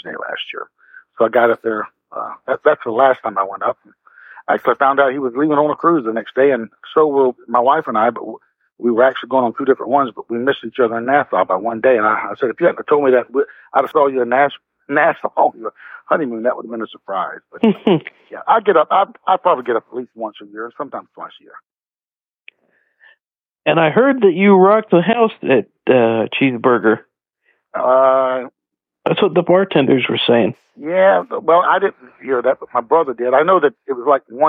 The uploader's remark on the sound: would stay on the phone while the song played